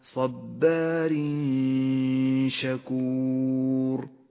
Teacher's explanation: وأخيرا حكم الإخفاء في قوله تعالى صبار شكور. التنوين يخفى بحرف الشين مع بقاء غنة للتنوين من غير تشديد